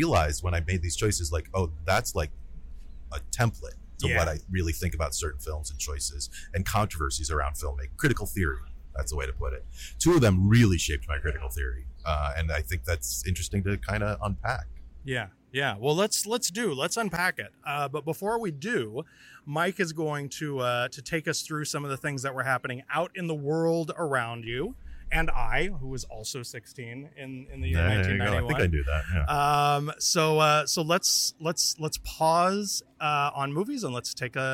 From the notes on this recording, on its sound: We're back with another episode (recorded) live from SXSW in Austin, Texas.